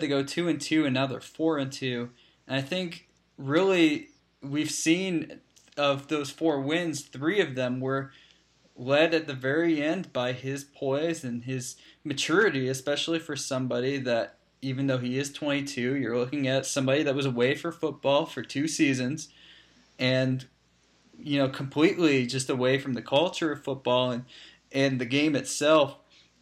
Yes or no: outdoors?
no